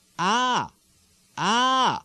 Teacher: It's a slight rise and then a sharper fall down in pitch. A rise, then a falling off, ending on a pitch which is lower than the one on which the vowel began. · Term: lilt, characteristic lilt